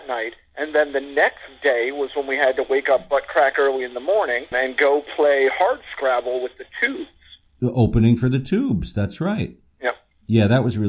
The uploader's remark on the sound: The show's first ever phone interview.